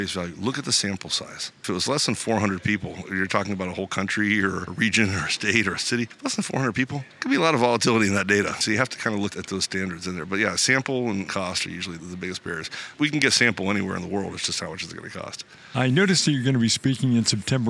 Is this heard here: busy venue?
yes